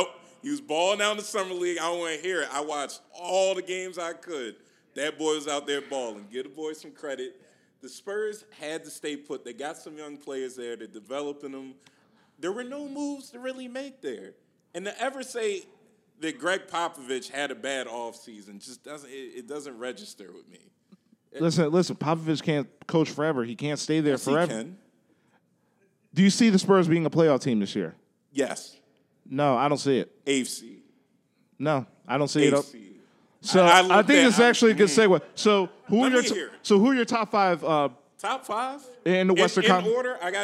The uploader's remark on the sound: Philly Podcast Festival. In front of a live audience at the Tattoed Mom on South Street.